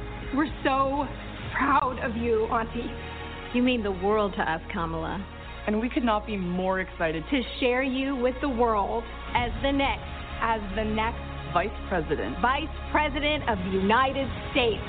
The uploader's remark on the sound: On opposite coasts in the USA. It is a live call in show.